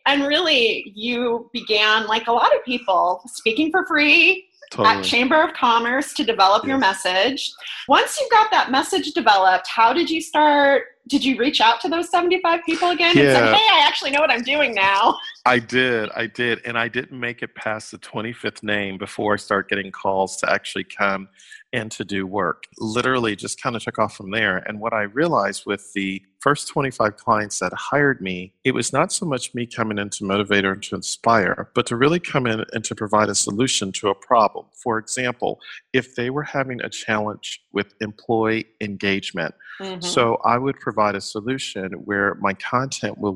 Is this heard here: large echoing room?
no